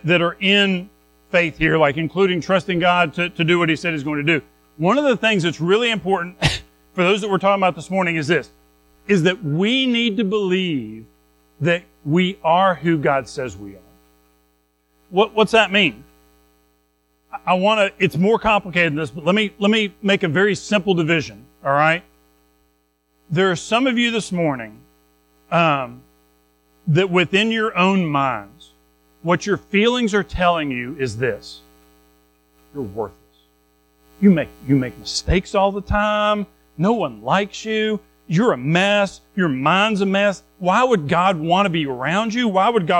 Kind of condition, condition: setting, large echoing room